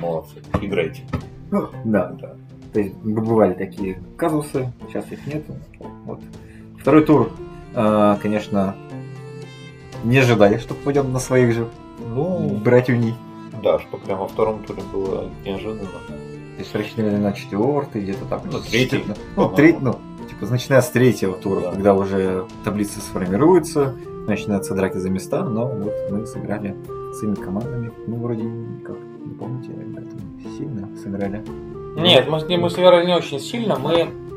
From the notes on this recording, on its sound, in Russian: Выпуск оффлайн получился сложным по звуку и впредь либо будут более классические выпуски, либо подход по микрофонам изменится.